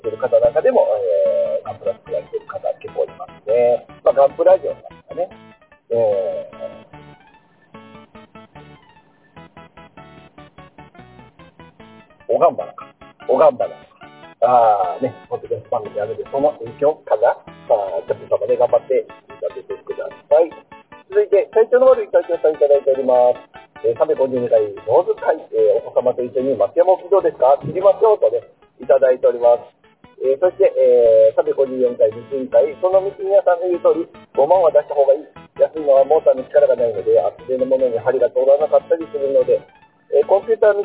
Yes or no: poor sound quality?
yes